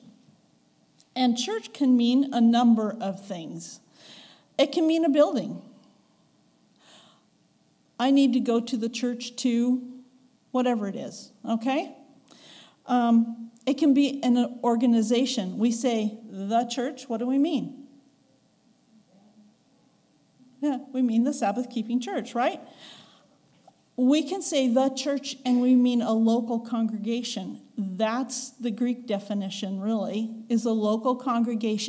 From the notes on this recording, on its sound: recorded on November 5, 2022, at the Ringgold Seventh-day Adventist Church.